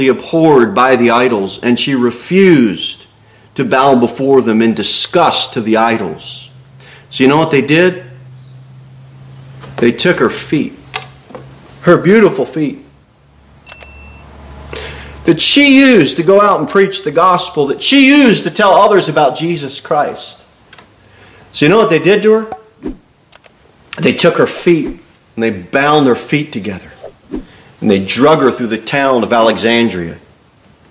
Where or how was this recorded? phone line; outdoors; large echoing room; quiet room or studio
large echoing room